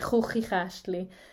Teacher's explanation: So it's kind of really in your throat saying kh. · Term: kh sound